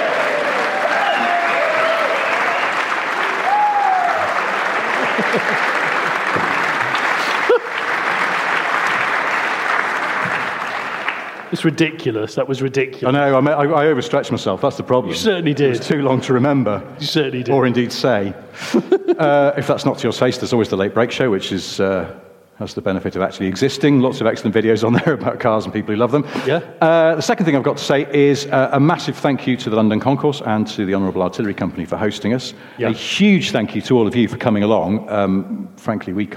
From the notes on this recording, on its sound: Hello London! In front of an audience at the London Concours.